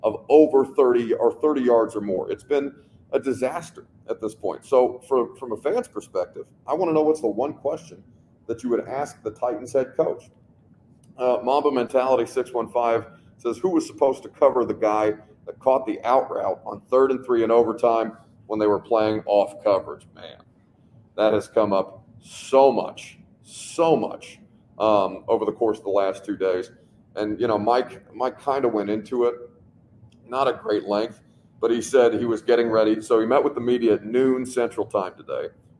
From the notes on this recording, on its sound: LIVE from the Miami Airport